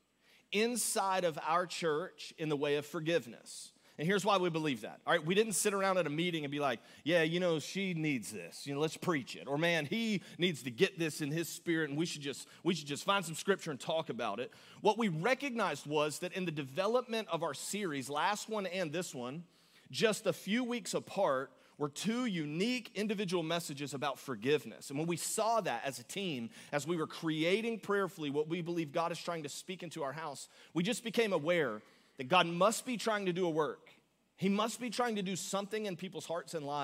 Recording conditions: large echoing room